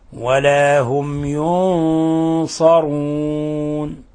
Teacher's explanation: الحكم التجويدي إظهار شفوي، إظهار شفوي، لأن الياء من حروف الإظهار الشفوي، فلا نضغط على الميم ولا نخفيها ولا نشددها، بل نقرأها ساكنة